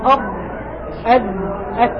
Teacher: ضع طرف اللسان مع أطراف الثنايا من الداخل